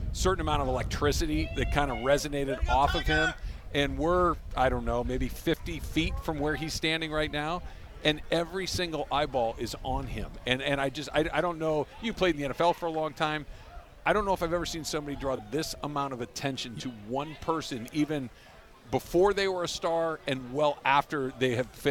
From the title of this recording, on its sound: LIVE from the Genesis Invitational